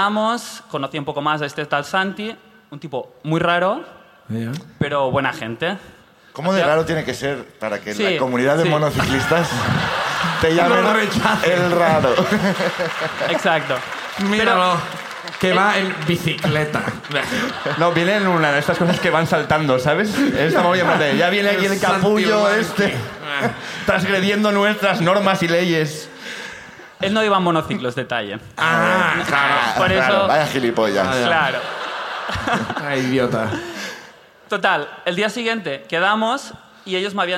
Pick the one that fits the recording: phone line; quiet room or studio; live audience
live audience